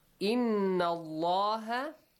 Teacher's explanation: So, Inna Allah, Inna, Noon Mushaddad. Allah has a heavy sound, the letter Lam